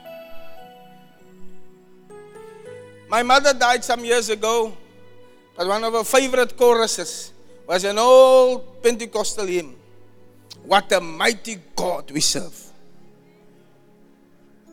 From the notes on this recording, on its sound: Preached at the Zion Sanctuary, Cape Town